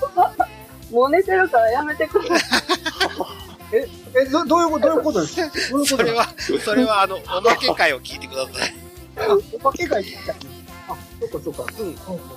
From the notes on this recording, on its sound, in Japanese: 回線不良につき雑音多め。回線トラブルで雑音多めです。